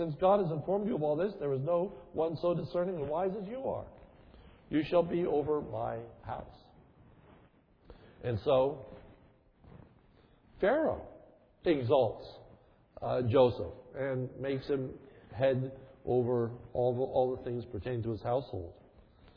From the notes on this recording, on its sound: This sermon is recorded on 1/02/11 in the evening service.